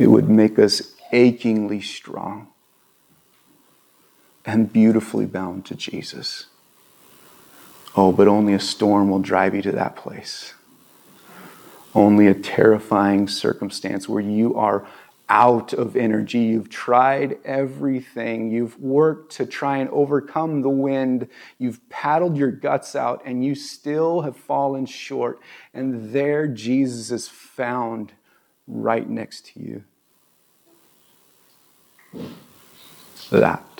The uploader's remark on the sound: This was recorded on September 11, 2022 at Bethel Church in Ridgefield, Wa.